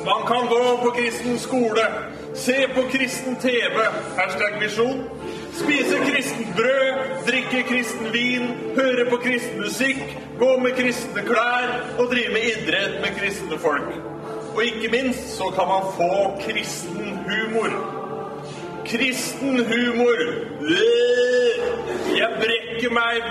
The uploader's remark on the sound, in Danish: LIVE fra Oslo-forbundet. Publikum og god stemning.